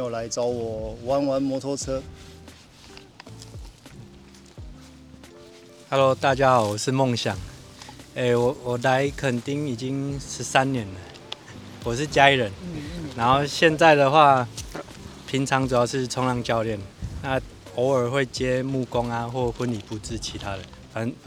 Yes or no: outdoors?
yes